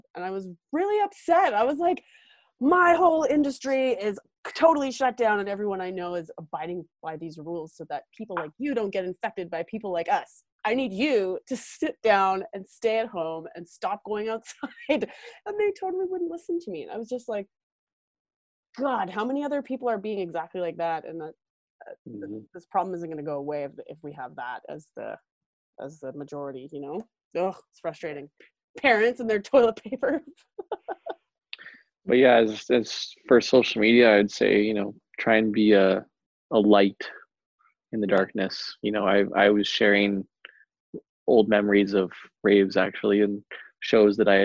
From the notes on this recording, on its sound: I touch base with them via Zoom.